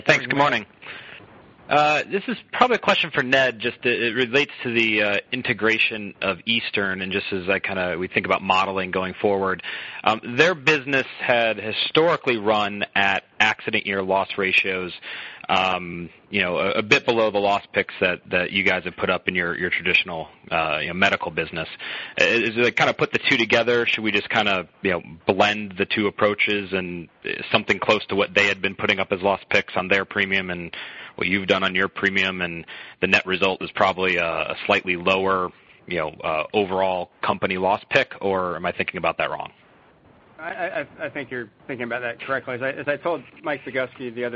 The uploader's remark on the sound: ProAssurance Earnings Conference Call